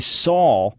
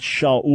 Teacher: SH in Hebrew passes through Greek and then ultimately into English, and it passes in as an S to us. · Term: sh sound